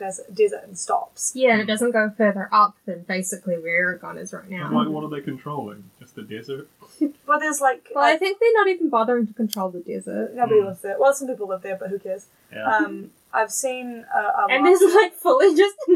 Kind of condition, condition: fault, uneven or low level